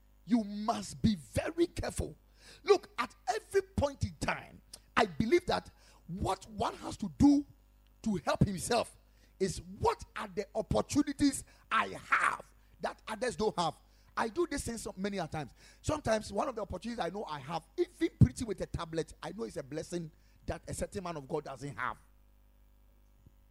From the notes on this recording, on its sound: Preached at Ekklesia Chapel